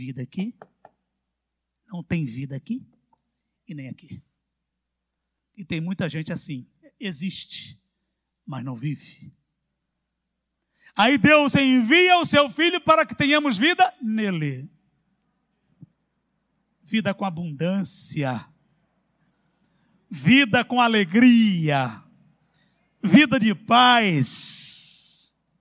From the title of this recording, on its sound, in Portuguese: CULTO AO VIVO